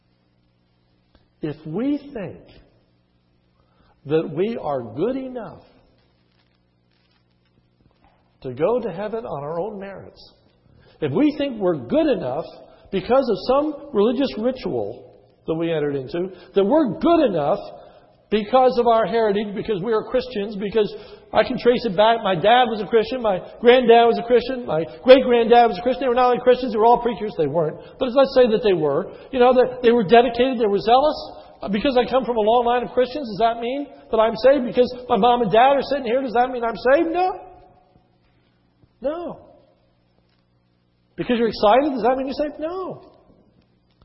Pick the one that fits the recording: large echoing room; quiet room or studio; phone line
large echoing room